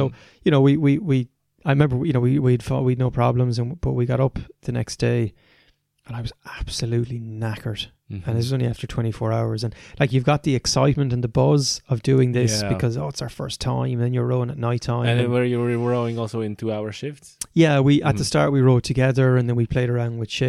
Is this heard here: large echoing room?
no